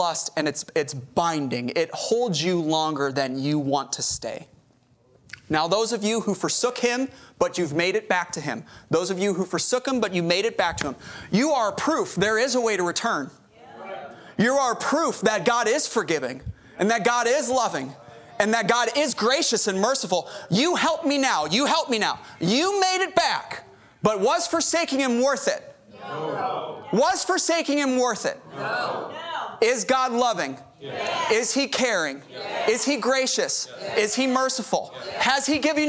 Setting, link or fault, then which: setting, large echoing room